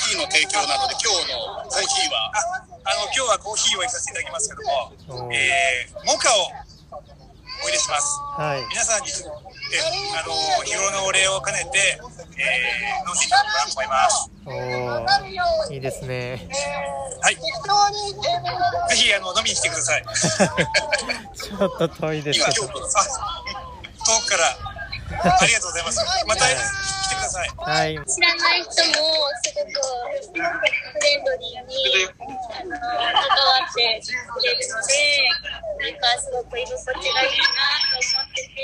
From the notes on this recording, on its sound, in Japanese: 大人も楽しいどんぐりの森 森のワールドカフェの様子を録音させていただきました！ 千葉県四街道市。